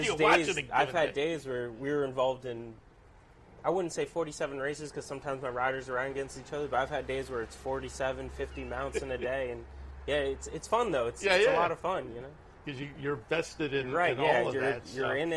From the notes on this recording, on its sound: live from Saratoga Race Course